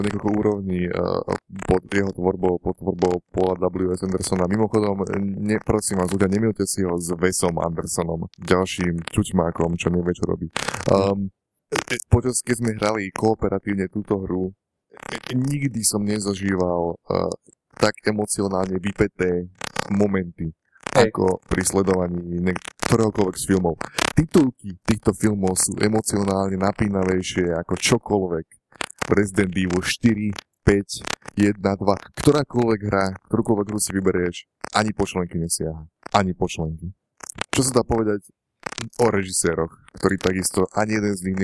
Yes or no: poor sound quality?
yes